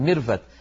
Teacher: إخواننا الأتراك في لسانهم يخلطون لما ينطقون حرف الواو يخلطونه بالفاء